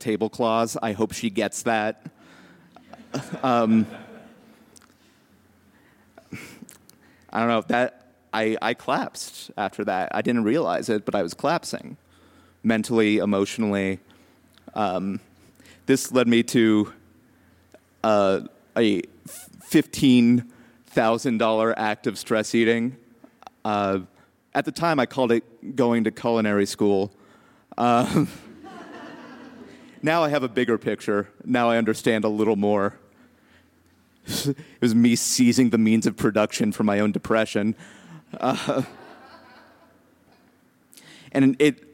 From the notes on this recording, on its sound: told live on 24 June 2017 at the McNichols Building in Civic Center Park